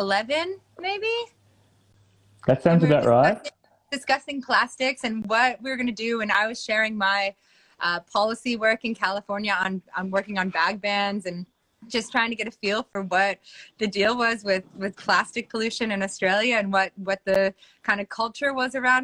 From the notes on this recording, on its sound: we held an Instagram LIVE discussion